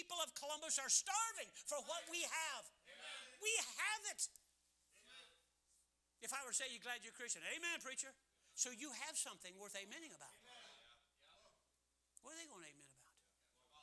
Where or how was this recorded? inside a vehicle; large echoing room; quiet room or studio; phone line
large echoing room